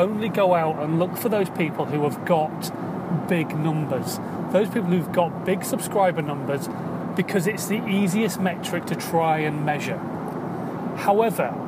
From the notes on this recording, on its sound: In My Car.